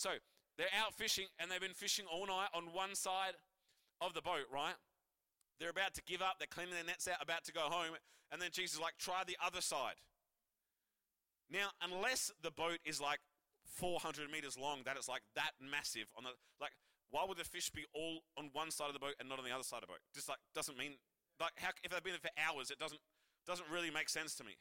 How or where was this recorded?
large echoing room